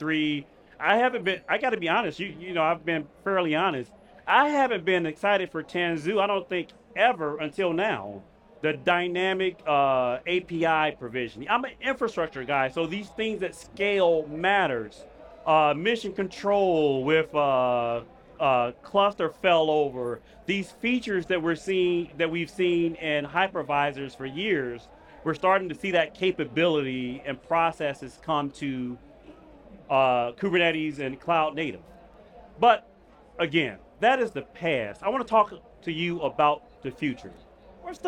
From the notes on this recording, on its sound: Recorded at VMware Explore 2022.